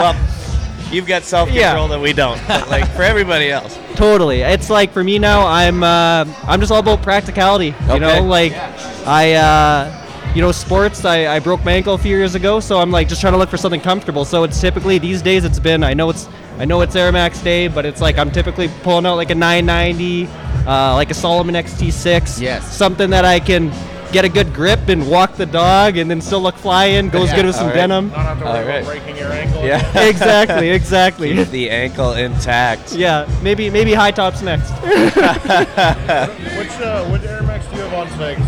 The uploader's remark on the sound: This is a special episode live from Momentum’s Air Max Day activation event in Saskatoon while the ‘86 Big Bubble went on sale. You'll hear interviews with people in line, former Sneaker Show guests, and some of the Mo crew. There were tattoos, live art, totes and tees made in house.